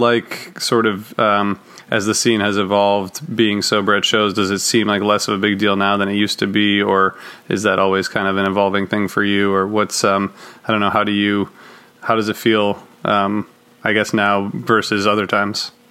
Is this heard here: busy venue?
no